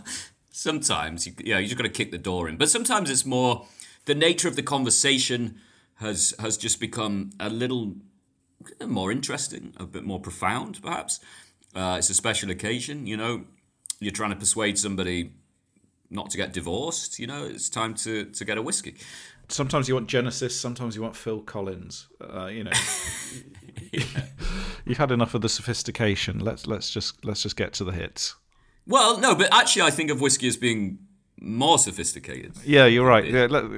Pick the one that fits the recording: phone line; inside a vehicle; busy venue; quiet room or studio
quiet room or studio